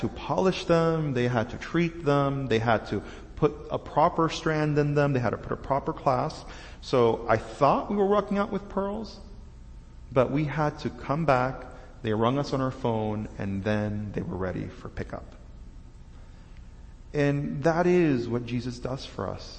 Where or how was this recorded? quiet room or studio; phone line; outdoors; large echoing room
large echoing room